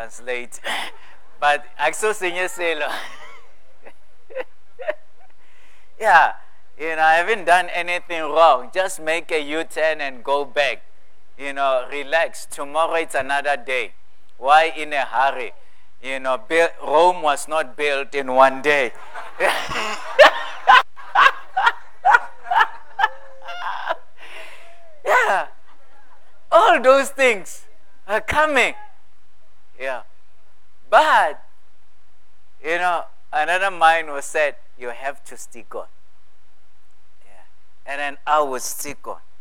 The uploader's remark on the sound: at God's Tabernacle Christian Family Church's evening service on the 16 of April 2023